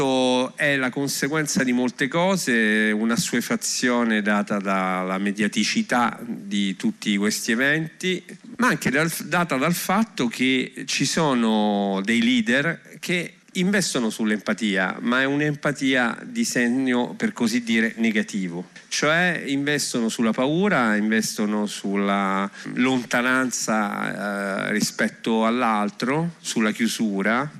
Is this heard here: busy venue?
yes